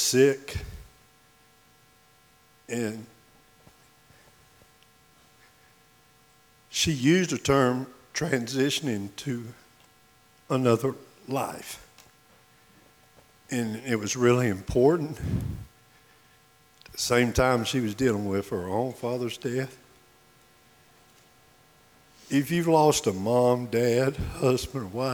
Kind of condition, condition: setting, large echoing room